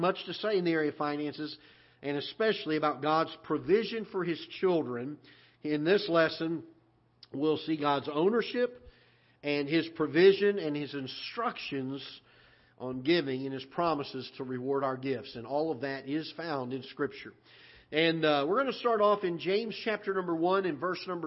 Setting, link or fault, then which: setting, large echoing room